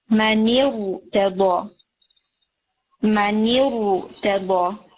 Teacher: منی ارتضى میں را ہیوی ہوگا